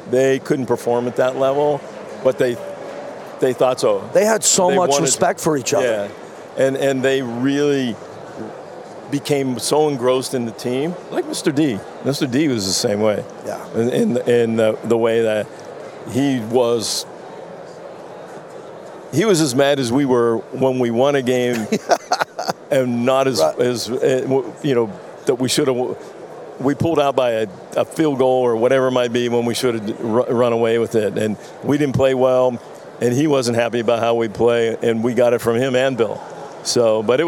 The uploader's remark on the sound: LIVE FROM RADIO ROW